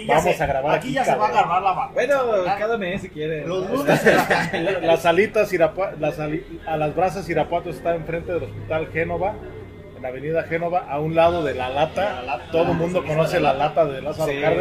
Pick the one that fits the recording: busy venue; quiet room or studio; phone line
busy venue